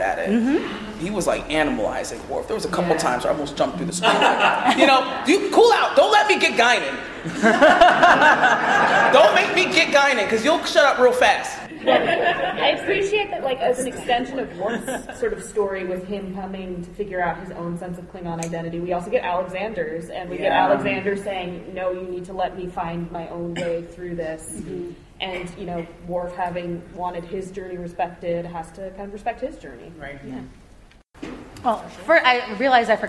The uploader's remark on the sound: Recorded live at Star Trek Mission Chicago.